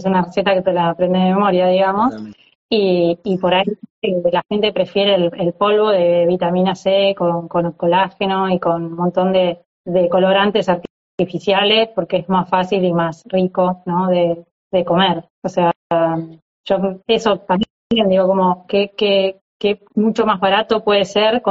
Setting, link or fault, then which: link, video call